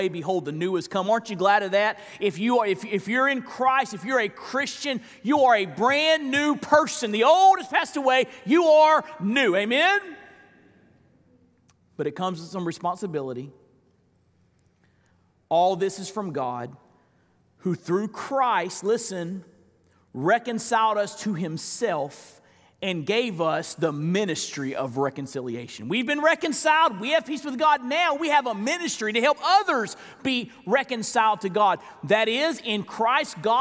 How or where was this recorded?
large echoing room